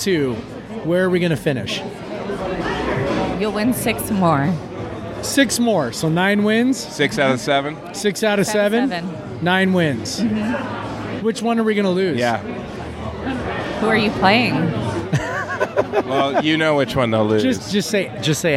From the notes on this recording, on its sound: Live from Coug-owned Single Hill Brewing in Yakima!